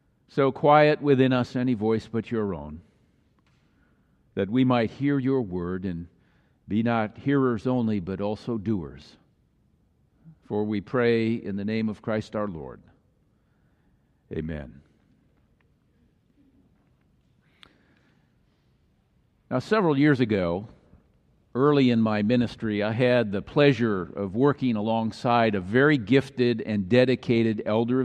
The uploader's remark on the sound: Message was delivered during the Traditonal Worship service.